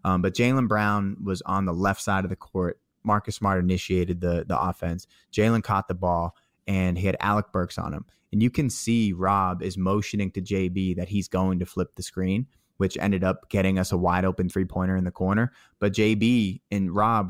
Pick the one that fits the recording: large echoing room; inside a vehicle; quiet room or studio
quiet room or studio